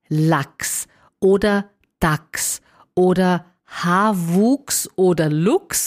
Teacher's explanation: Wenn in der Grundform des Wortes ein CHS ist, wie eben zum Beispiel bei Lachs oder Dachs oder Haarwuchs oder Luchs und so weiter, dann wird aus dem CHS quasi ein X.